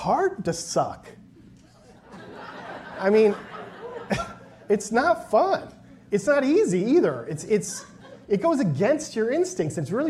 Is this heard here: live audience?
yes